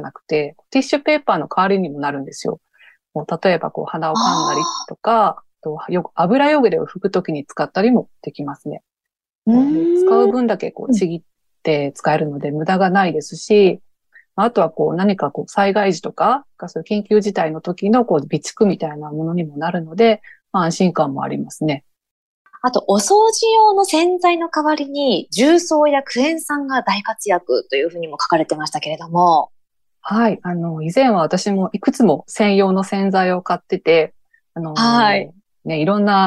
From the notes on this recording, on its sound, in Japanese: この番組はインタビューもナレーションもリモートで収録しています。ゲスト側の生活音や、ノイズがあったりします。